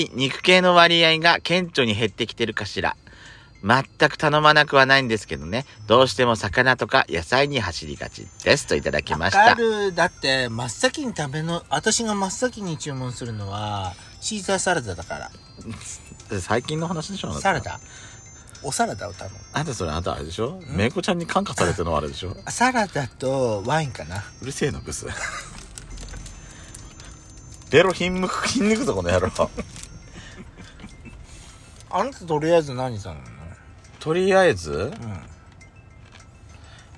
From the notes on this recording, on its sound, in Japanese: クッソ暑いテラス席で収録しました。パーキング収録。